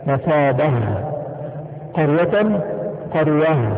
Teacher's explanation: تاء تأنيث مربوطة، فنقف عليها بهاء